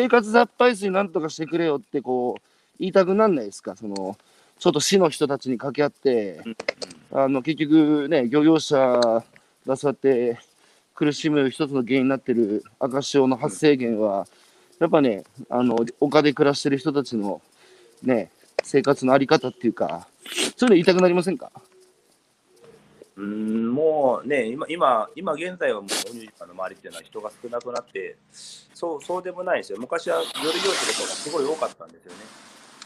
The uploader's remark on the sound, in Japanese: 大分県佐伯市。歩きながら1時間、対談する。